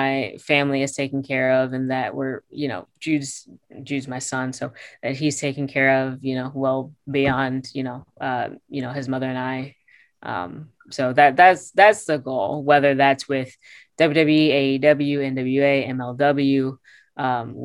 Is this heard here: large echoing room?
no